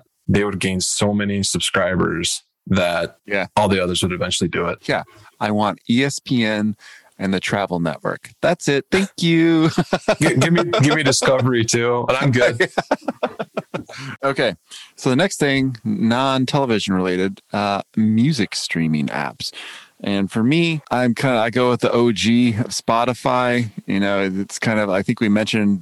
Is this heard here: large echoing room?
no